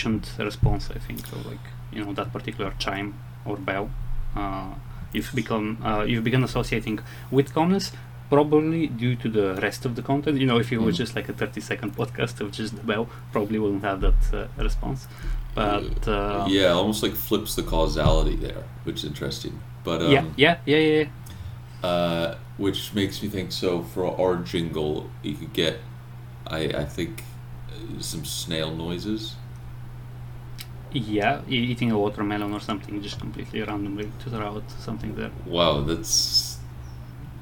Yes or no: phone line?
no